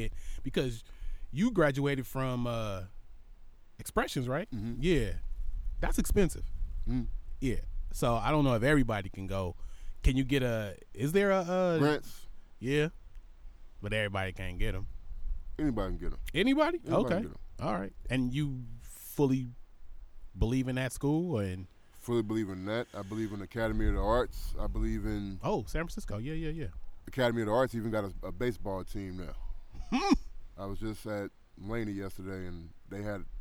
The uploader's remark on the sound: Podcast was recorded at Kellers Beach in Point Richmond. Some even stopped the podcast to talk to him.